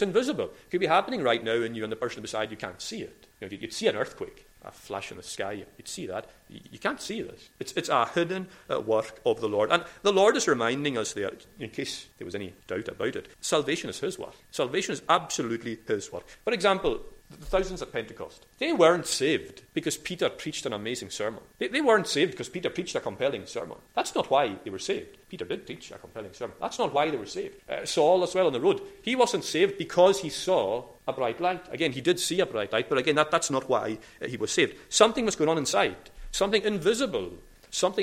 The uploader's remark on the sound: Recorded at North Harris Free Church on the morning of Sunday 9th October 2022.